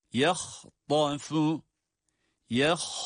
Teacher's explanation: ya ince, ha, ta, her ikisi de kalın